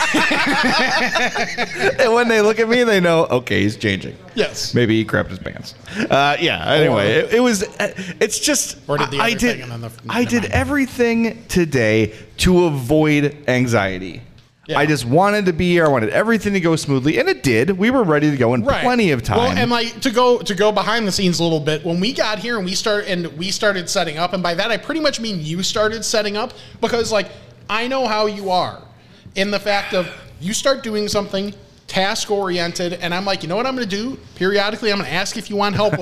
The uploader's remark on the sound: Live from Uncle Bud's